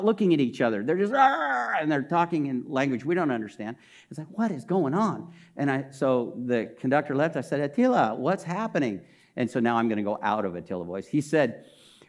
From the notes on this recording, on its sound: This message was recorded during a Sunday service on May 22, 2022